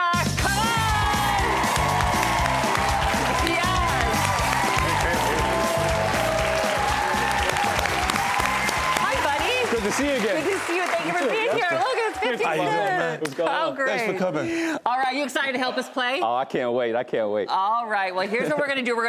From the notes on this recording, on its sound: Up close and personal with the in-studio audience in an all-new Q&A.